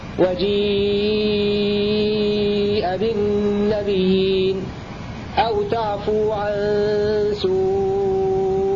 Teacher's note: ورش وحمزة بالمد المشبع ست حركات، وجيء بالنبيين أو تعفو عن سوء ست حركات، باقي القراء لهم التوسط بين أربع أو خمس حركات.